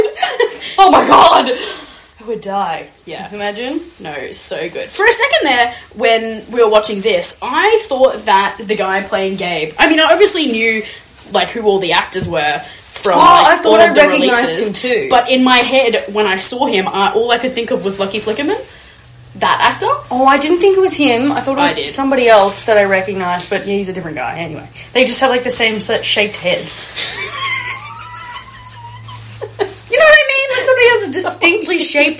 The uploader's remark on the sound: Apologies for the background noise in this episode, we were multi-tasking and rolling rumballs.